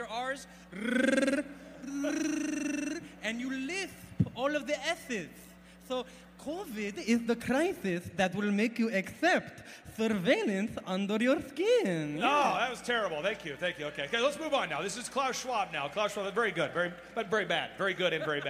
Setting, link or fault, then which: setting, live audience